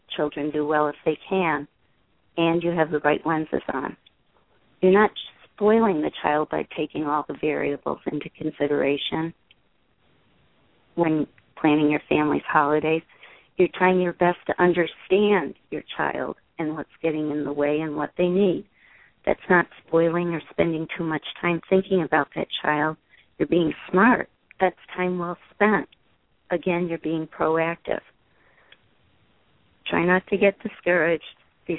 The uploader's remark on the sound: The Parents Panel -- along with a caller